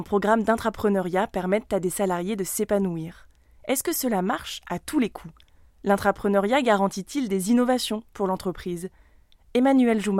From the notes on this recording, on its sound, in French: Pour en parler, Sparklab a organisé sa première soirée Curiosity. Une table-ronde au Café Joyeux, à Lyon, a réuni trois intervenants venus partager leur expérience.